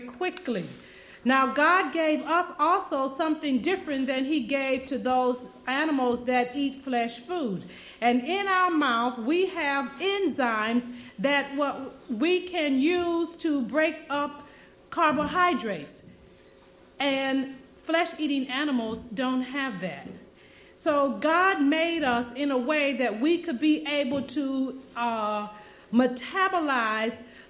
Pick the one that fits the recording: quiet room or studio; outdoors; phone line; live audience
live audience